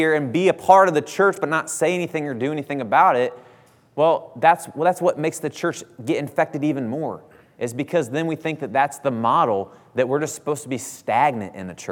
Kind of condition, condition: setting, large echoing room